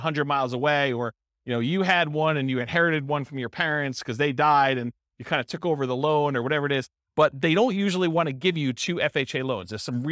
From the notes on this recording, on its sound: This was a live class recorded